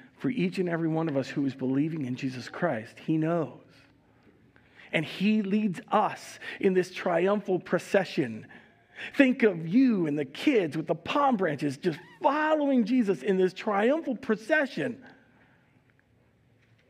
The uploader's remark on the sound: Recorded live at Word of Life Church in Le Sueur, Minnesota on April 10th, 2022